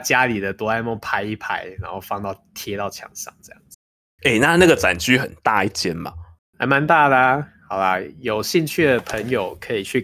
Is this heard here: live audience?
no